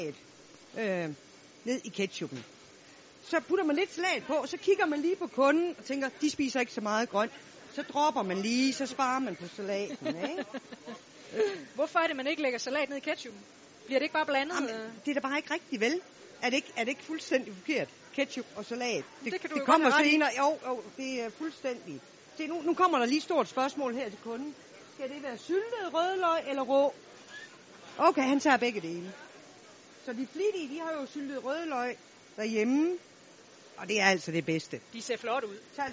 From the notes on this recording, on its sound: Live hjemme fra den legendariske Burger Madsen.